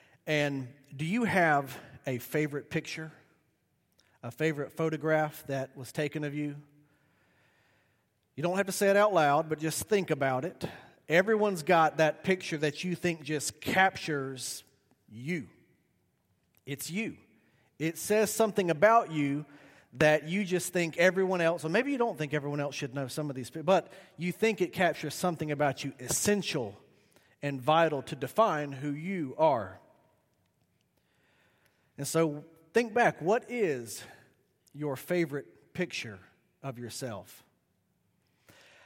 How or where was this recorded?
large echoing room